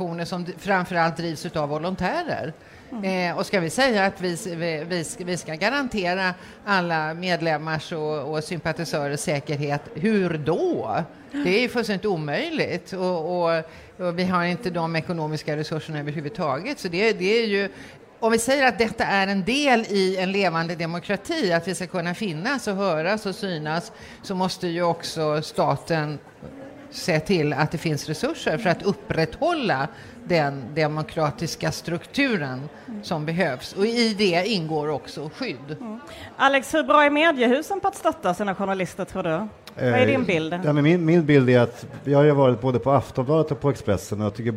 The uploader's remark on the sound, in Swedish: Live från Almedalen